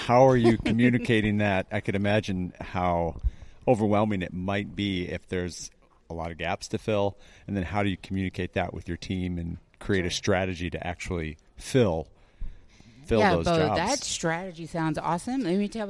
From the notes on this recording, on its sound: sat down with us at the ASHHRA (American Society for Healthcare Human Resources Administration) 2022 Annual Conference in Phoenix, Arizona.